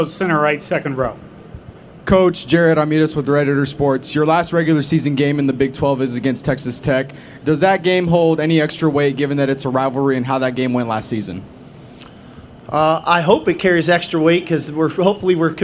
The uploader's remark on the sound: press conference at Big 12 Football Media Days